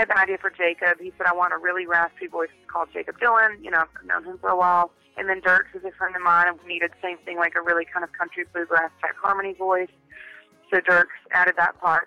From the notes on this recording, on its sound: We caught up with her over the phone